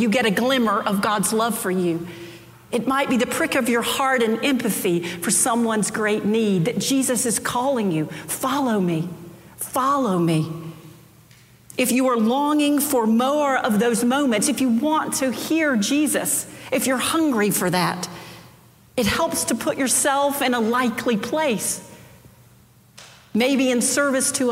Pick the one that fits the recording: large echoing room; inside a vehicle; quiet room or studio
large echoing room